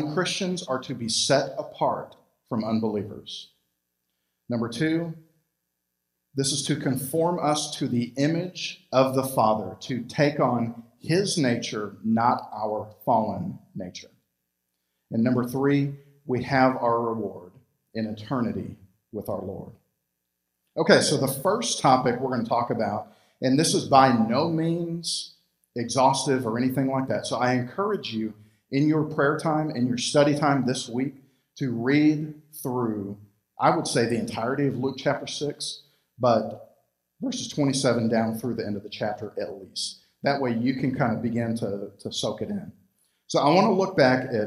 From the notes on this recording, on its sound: Recorded live at Freedom Fellowship Church in Tontitown, Arkansas on Sunday, February 21, 2021.